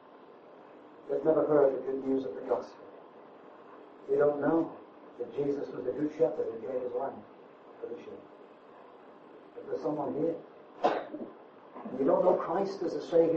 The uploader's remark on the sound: The exact date of this message is unknown and audio quality poor.